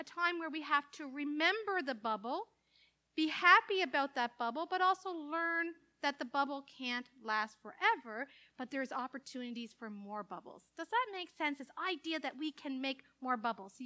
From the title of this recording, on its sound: Live Worship Service